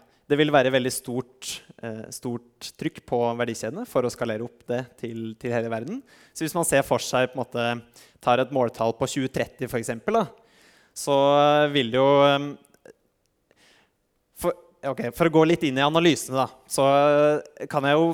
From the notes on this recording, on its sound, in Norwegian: Denne podkastepisoden er en live-innspilling fra Energiseminaret 2023 på NMBU.